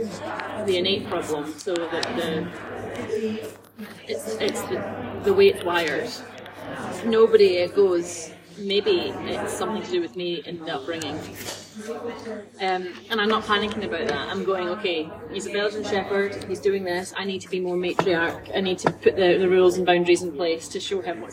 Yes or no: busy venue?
yes